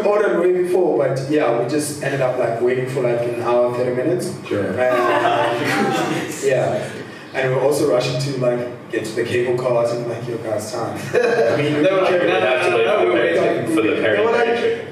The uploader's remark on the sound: CAYACAST Live: Daisies Decompression. Laptop got stolen the day after this (booooo) so unfortunately we lost the audio. Your regularly scheduled audio quality will be back next week!